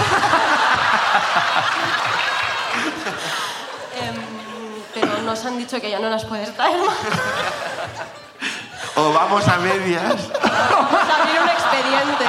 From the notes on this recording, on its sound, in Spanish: El público sube a contarnos